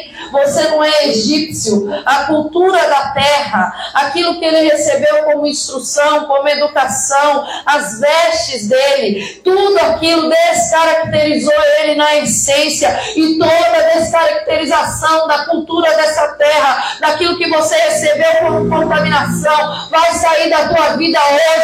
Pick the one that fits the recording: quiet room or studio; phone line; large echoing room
large echoing room